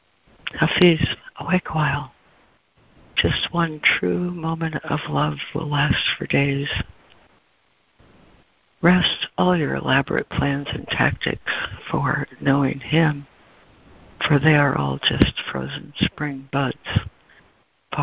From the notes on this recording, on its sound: ACIM Daily Conference Call.